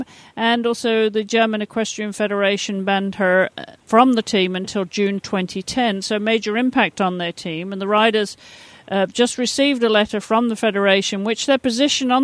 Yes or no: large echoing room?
no